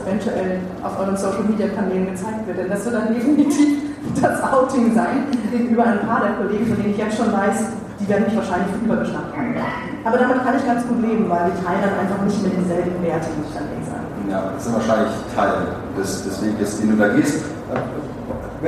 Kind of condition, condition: setting, live audience